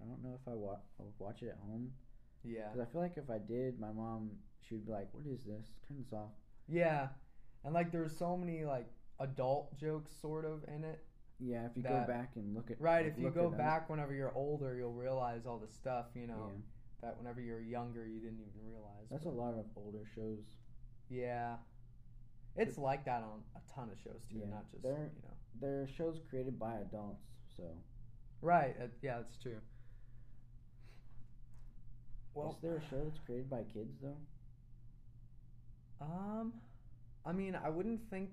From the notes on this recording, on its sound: Sorry about the quiet audio still trying to work out the kinks.